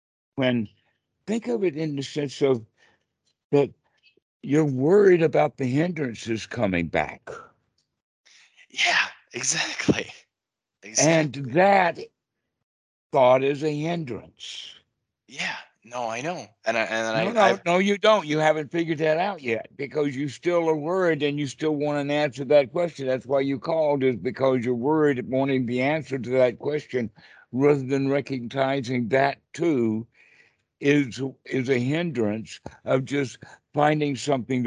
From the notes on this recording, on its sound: skype calls on this channel